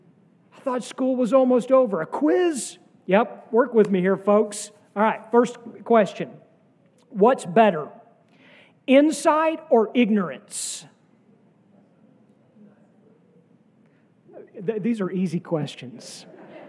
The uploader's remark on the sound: sermon from our worship service